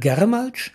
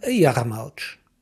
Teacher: dieser bestimmte Artikel macht das G vom Germanen weich · Shown in: second take · Er leniert es. · Term: Lenition